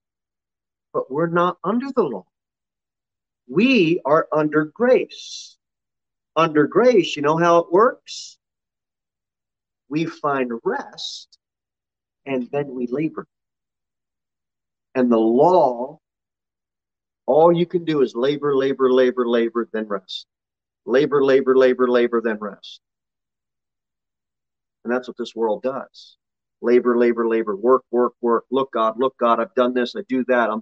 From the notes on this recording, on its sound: Sermon delivered at Pilgrim Baptist Church on Thursday, March 9, 2023, at 6:15 pm. Jere Whitson Rd. Pilgrim Baptist Church is a bible-believing, independent Baptist church.